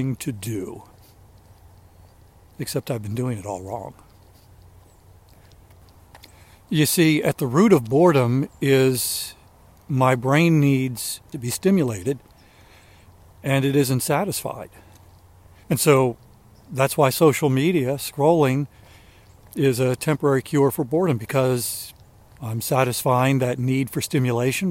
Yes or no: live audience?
no